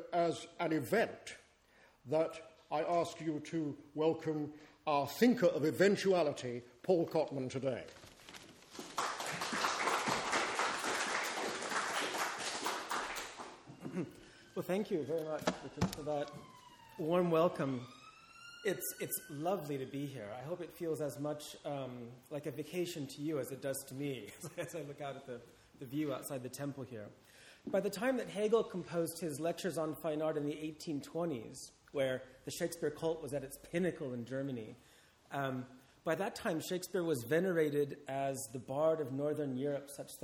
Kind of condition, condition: setting, live audience